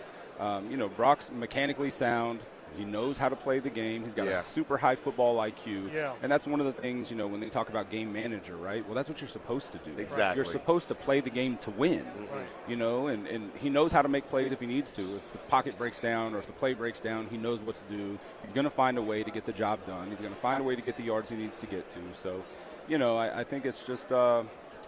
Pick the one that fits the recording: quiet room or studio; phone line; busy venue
busy venue